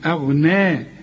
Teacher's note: حرقق الهمزة وفخم الغين